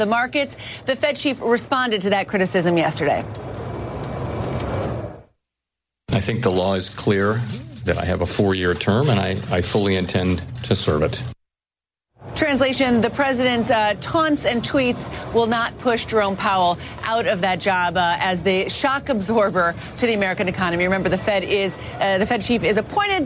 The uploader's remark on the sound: live from the New York Stock Exchange